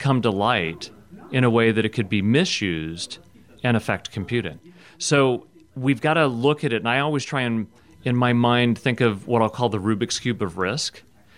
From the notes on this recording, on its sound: at RSAC 2018 security conference in San Francisco